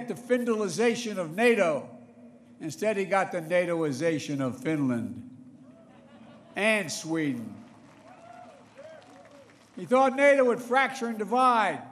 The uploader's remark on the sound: Speaking in front of a large crowd in the Polish capital, Warsaw.